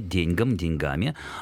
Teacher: В современном русском языке предполагается, что ударение ставится на окончание